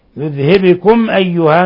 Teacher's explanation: ميم ساكنة جاء بعد الهمزة إظهار شفوي